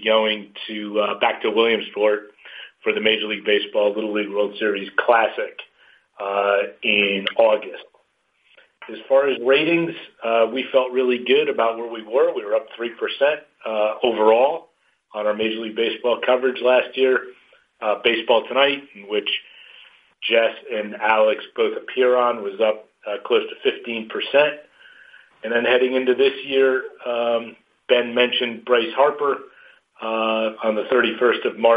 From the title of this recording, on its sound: MLB Conference Call